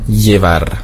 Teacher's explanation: Das Doppel-L wird ausgesprochen wie LJ, beziehungsweise nur wie J.